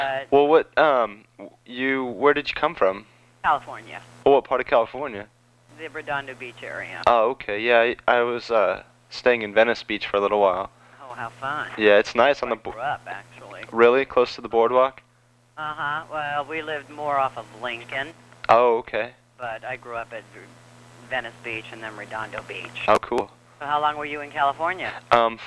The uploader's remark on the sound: Prank Phone Calls